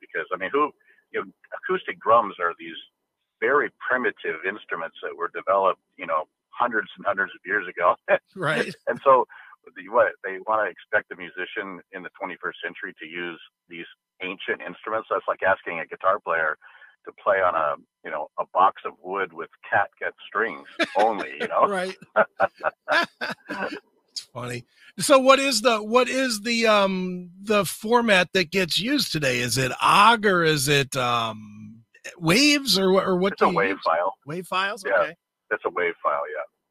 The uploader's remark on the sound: called